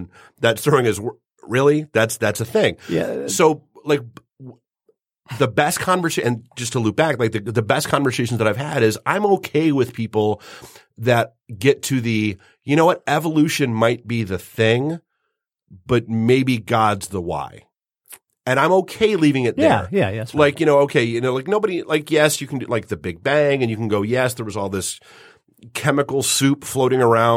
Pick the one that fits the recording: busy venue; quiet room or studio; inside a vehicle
quiet room or studio